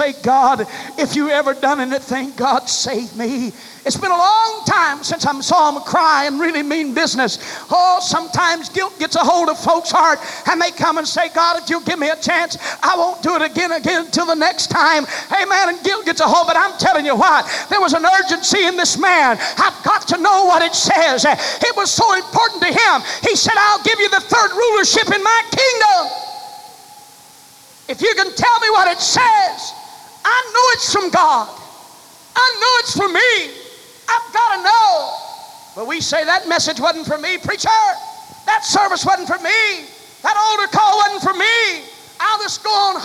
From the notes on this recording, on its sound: delivered July 23, 1989 at First Apostolic Church in North Vernon, Indiana.